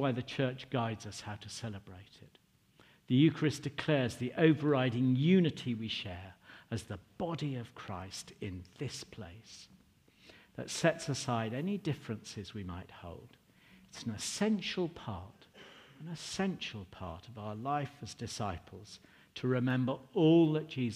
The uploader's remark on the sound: Recording from St George's and St Giles 10.30 service 29 October.